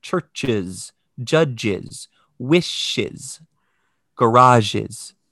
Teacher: if the final sound is a sibilant, regardless of voicing, you get schwa Z